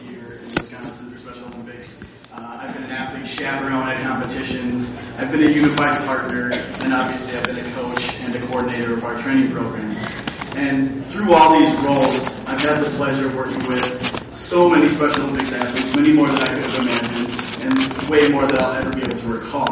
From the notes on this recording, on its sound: LIVE From SEASPAR 2019 Believe & Achieve Banquet